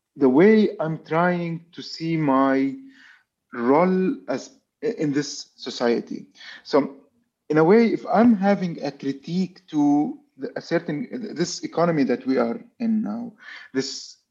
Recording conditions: video call